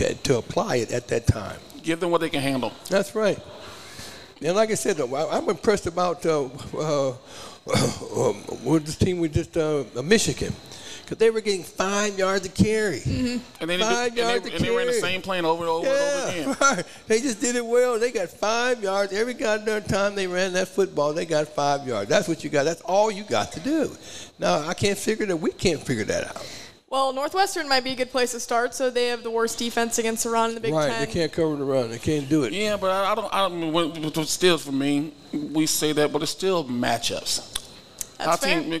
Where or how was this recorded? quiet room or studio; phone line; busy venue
busy venue